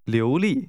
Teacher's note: This is pronounced with a rising 流 and a falling tone.